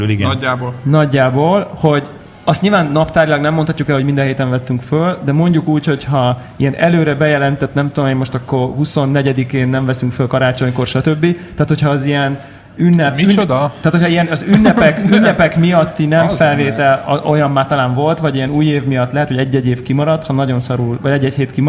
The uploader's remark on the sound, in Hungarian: Felvételét élõ közönség elõtt rögzítettük, elképesztõen jó hangulatú party volt. A Konnektor 500 helyszíne a FLOW kávézó volt.